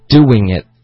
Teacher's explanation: doing 这个字呢，其实它的实际发音也会有一个 w 的音在里面